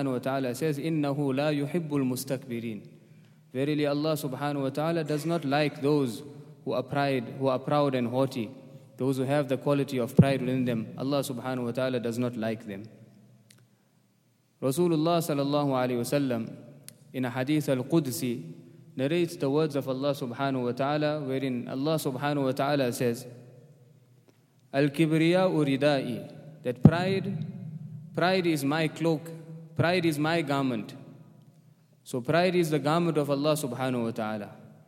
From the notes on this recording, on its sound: at the Houghton Masjid (West Street)